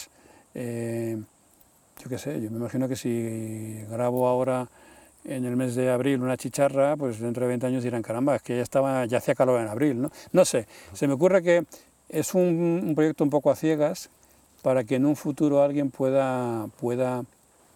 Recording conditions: outdoors